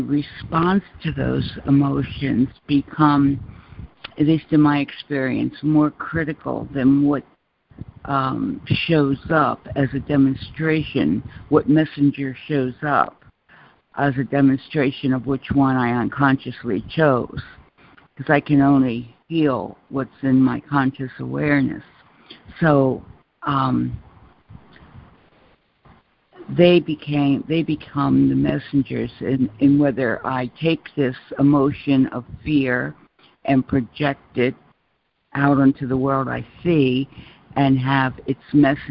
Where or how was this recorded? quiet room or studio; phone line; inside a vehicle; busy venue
phone line